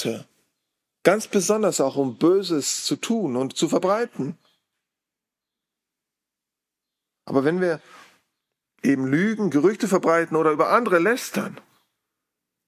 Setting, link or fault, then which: setting, large echoing room